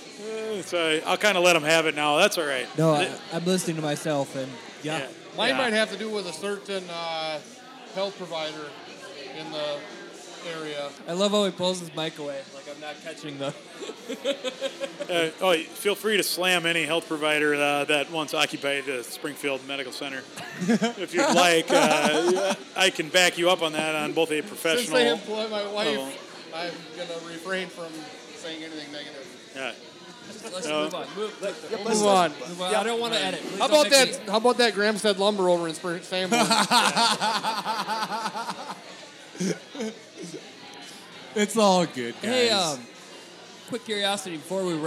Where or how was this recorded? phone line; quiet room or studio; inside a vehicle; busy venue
busy venue